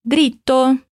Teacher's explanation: na palavra dritto, dá uma paradinha depois do dri para pronunciar bem os dois t's, a doppia consonante